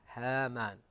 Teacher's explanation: ننبه على هامان، الهاء مرققة، هامان وليس ها ها.